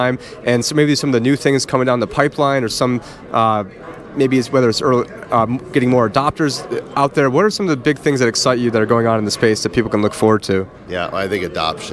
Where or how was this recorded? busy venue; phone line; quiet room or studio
busy venue